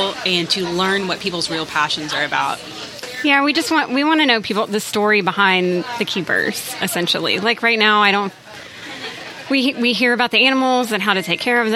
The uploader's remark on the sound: This is a bonus episode we were able to record while at the HERPS Exotic Reptile and Pet Shop Grand Opening.